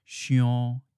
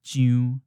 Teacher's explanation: Another characteristic that is specific to Tainan is the final yon instead of yu. · Shown in: first take · For example, the word to think is often pronounced xion instead of xiu, or the word to itch, jion instead of jiu.